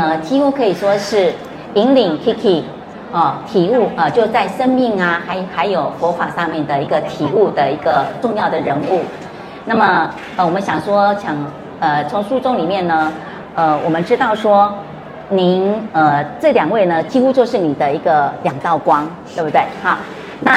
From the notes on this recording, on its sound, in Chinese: 在2023台北國際書展座談會上。在佛光山攤位舞台上。